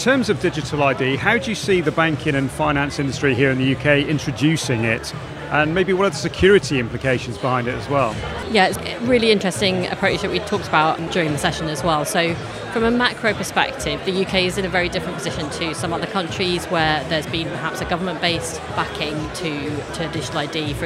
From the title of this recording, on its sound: Live from Fintech Talents Festival